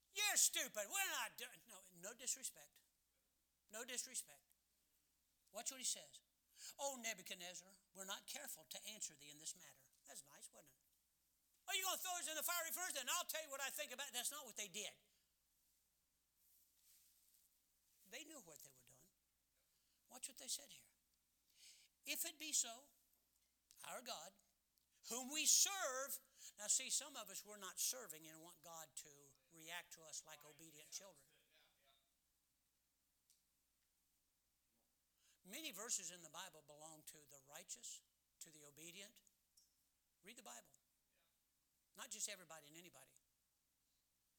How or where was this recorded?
large echoing room